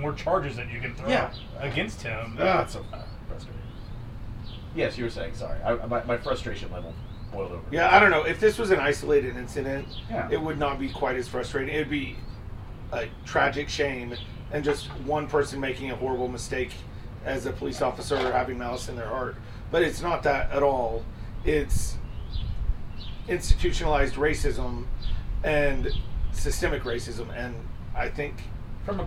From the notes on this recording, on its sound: We're also still outside so we apologize for any sketchy audio.